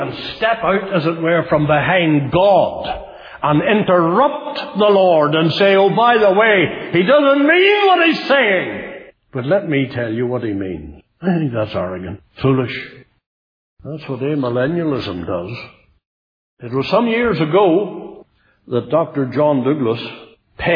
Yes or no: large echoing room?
yes